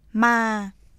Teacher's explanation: やや低い声で始まり、徐々に平常の声の最も低い音階まで下がる · Term: 第二声